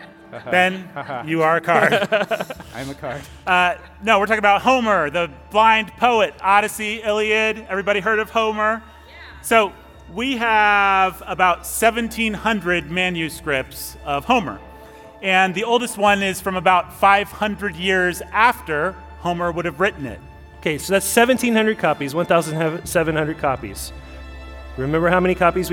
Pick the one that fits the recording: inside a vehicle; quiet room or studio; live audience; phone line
live audience